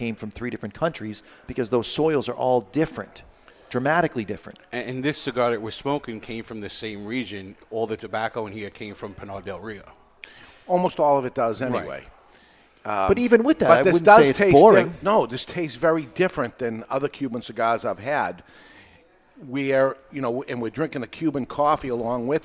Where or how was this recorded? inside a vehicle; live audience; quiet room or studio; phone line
live audience